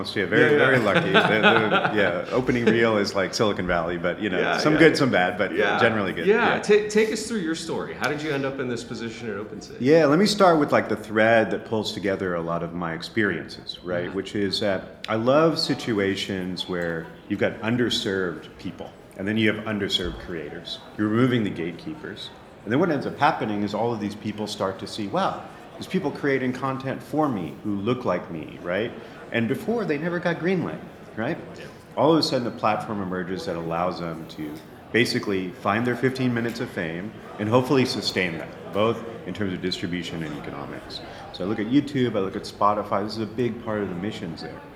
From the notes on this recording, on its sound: Live From Links NYC 2023